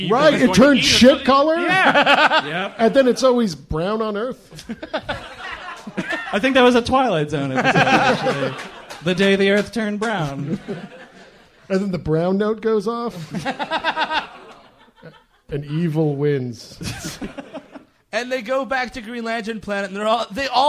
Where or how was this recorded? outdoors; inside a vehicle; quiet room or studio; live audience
live audience